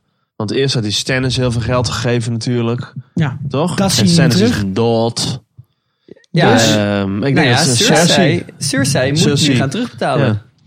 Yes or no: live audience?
no